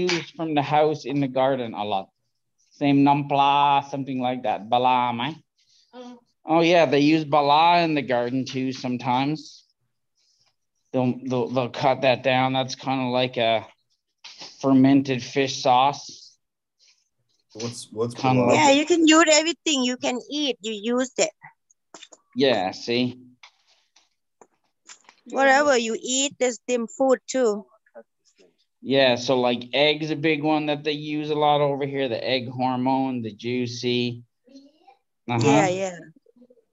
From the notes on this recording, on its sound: Zoom Meeting.